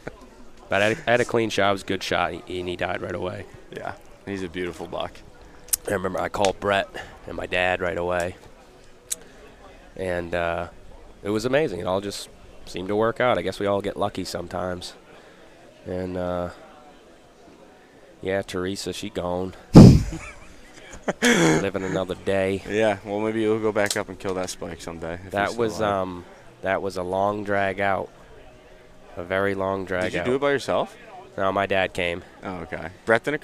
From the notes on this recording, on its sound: In this episode we go live from Hunt Stock! We were able to meet a ton of great people, see some old friends, and hear a ton of awesome stories in which some of them made it into this podcast.